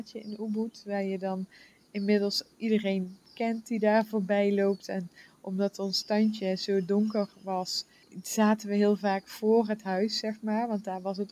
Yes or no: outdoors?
yes